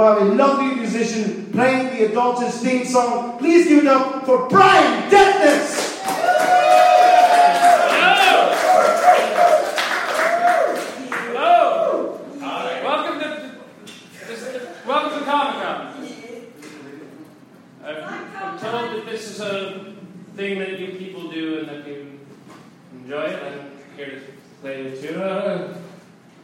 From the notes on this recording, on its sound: ADULTish LIVE! AT THE PIT! AFTER THE NYCC! New York Comic Con shut its doors at the Javitz Center but at The Peoples Improv Theatre the party kept bumping with The ADULTish Podcast's first live show.